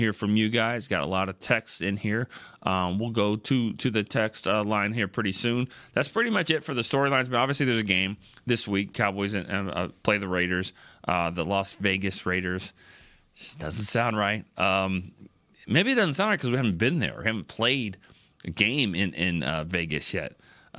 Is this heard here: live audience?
no